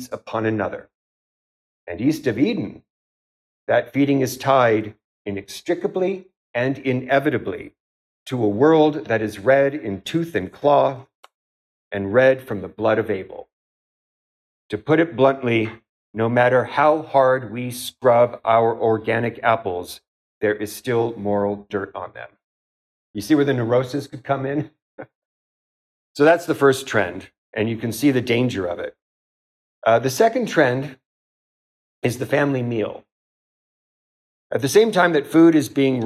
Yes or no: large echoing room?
yes